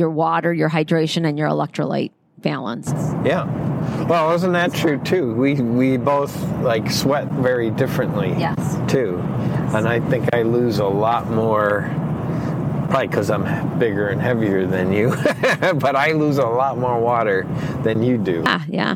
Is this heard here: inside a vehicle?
yes